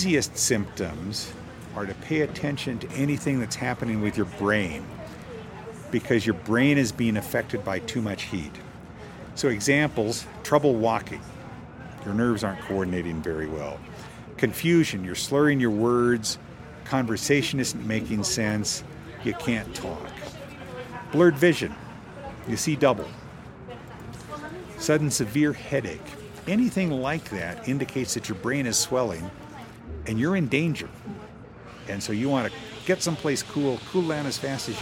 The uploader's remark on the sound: Our studio is under construction due to flood damage - we're outside so please forgive the truck and traffic noise.